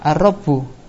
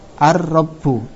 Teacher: lam ini lebur, dianggap tidak ada, berubah menjadi Rok, lalu terjadi idgham · Shown in: second take